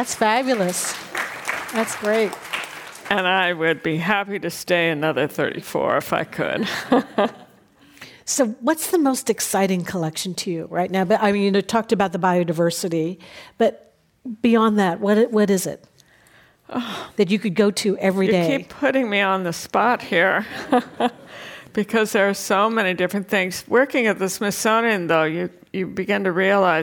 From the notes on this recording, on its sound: This program was recorded in front of a live audience at The Commonwealth Club in San Francisco.